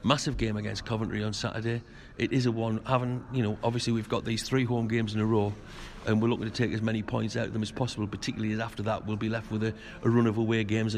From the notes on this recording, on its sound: enter your earphones from one of Roker's finest drinking establishments